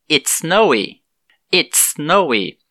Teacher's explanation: eu vou fazer um linking sound e vou pronunciar somente um S